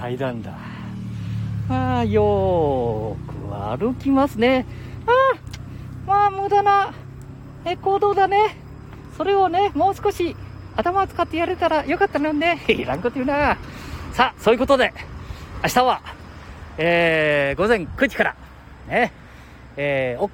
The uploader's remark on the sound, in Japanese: 街さんぽ LIVE